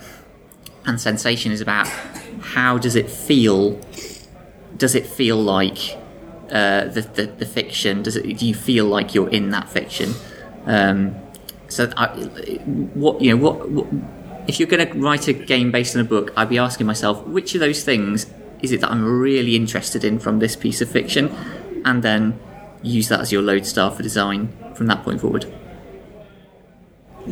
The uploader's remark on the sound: Fictoplasm at Dragonmeet. At the Dragonmeet panel. Dragonmeet, London.